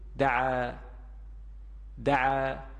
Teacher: الف مدی باعث کشش فتحه ما قبل خودش به میزان دو برابر میشه